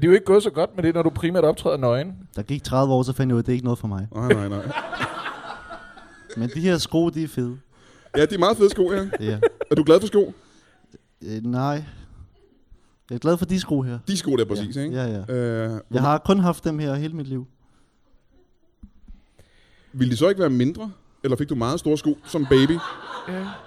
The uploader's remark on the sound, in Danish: LIVE fra HCA Comedy Festival